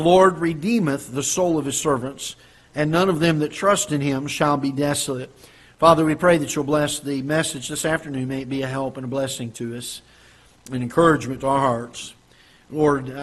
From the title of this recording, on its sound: Ketha Heights Baptist Church ~ Live Broadcast